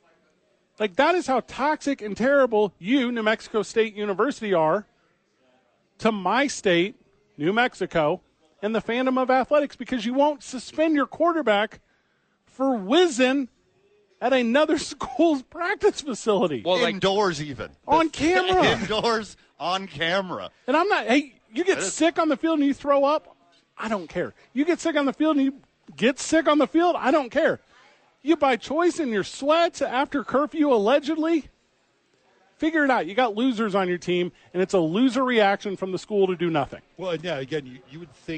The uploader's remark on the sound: The bois are live from Howie's.